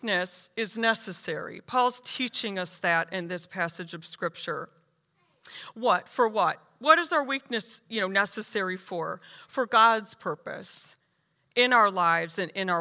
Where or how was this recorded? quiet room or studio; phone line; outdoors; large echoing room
large echoing room